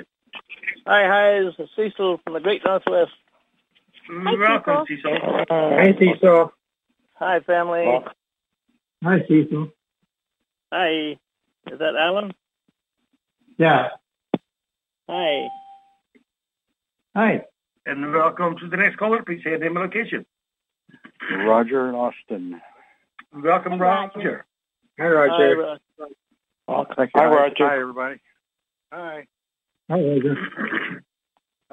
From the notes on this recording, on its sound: Conference Call LIVE